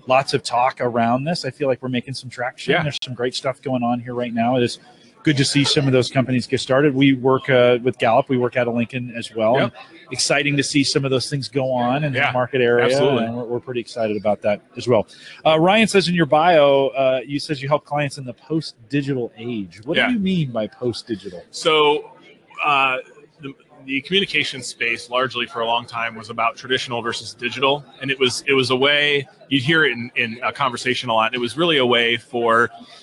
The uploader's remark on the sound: Live from Infotec 2016